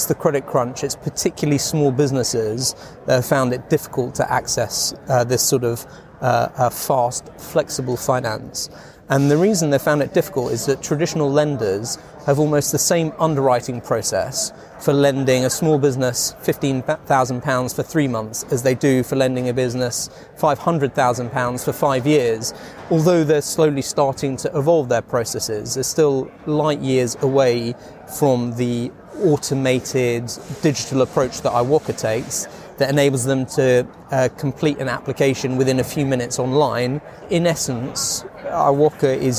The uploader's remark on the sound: Live from Xerocon. Was recorded live at Xerocon 2017 from London's Excel Centre.